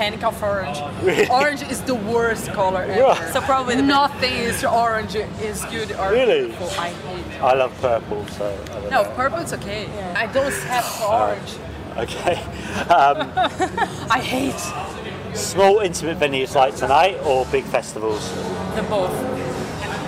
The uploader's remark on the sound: The Metal Gods Meltdown catches up at Audio Glasgow